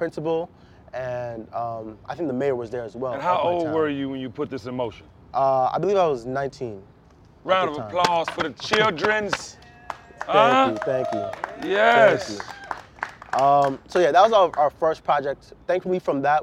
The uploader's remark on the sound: As a part of the special live taping series from the Pod Digital House in Miami.